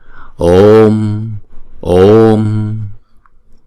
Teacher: Chữ O vốn là diphthong thì chúng ta sẽ đọc hai nhịp